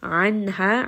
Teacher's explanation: ayn from the middle of the throat